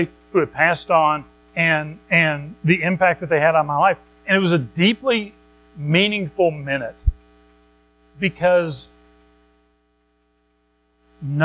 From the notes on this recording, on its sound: Recorded at Madison Baptist Church in Madison WV on Aug 20, 2023